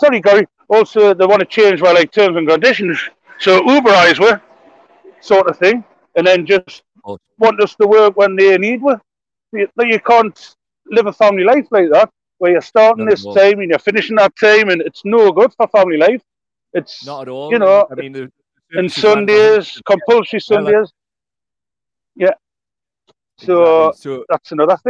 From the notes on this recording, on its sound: live from picket line at Blaydon Delivery Office, Tyne and Wear